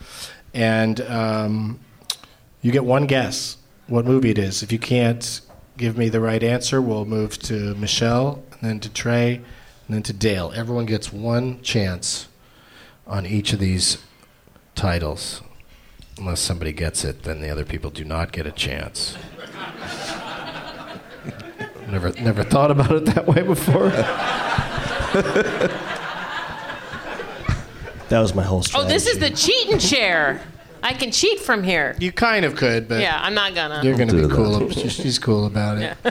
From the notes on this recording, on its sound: Live from the Helium Comedy Club in Philadelphia.